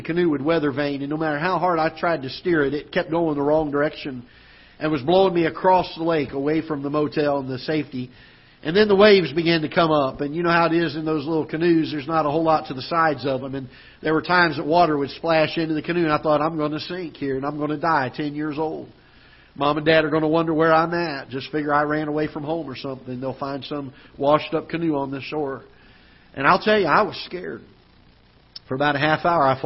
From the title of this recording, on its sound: Ketha Heights Baptist Church ~ Live Broadcast